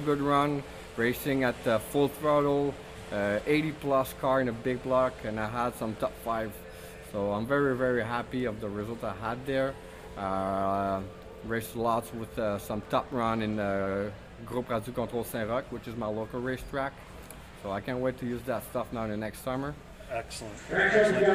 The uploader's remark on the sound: Live from the RC Chili Bowl